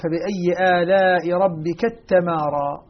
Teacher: أدغم التاءين وإن كانتا من كلمة واحدة